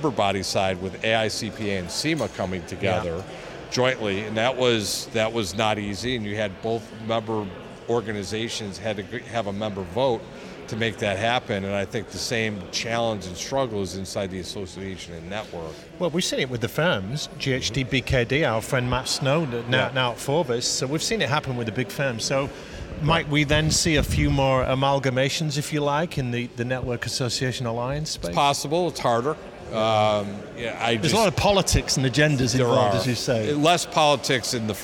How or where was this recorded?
busy venue